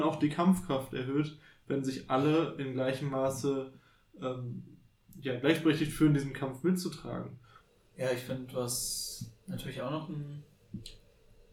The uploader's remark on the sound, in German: Ab der nächsten Folge wird die Audio Qualität auch nochmal etwas besser, versprochen!